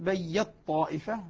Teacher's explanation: قرأ حمزة وأبو عمرو البصري بيت طائفة بإدغام التاء في الطاء